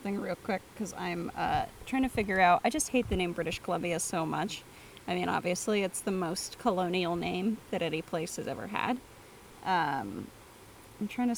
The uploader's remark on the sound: are in Canada, recording in the woods!